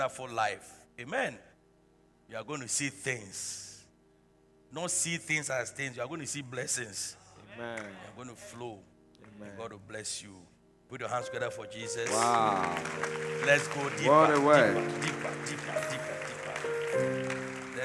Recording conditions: large echoing room